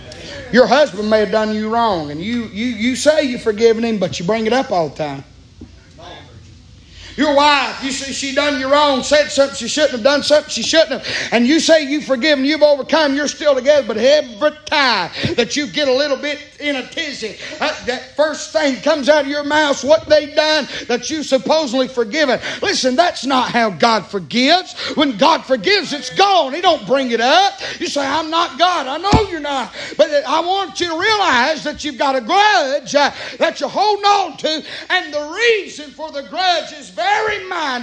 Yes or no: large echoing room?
yes